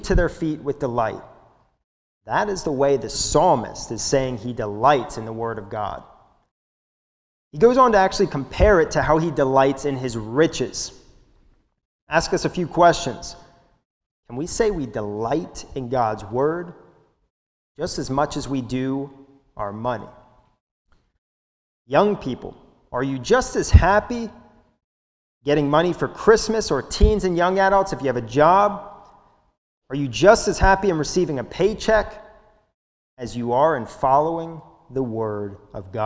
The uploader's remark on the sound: This sermon was recorded live at the Lebanon Bible Fellowship Church in Lebanon, PA during the morning service.